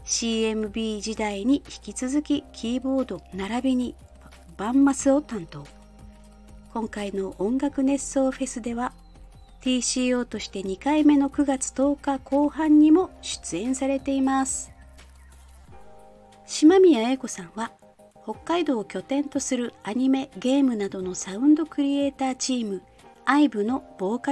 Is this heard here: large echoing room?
no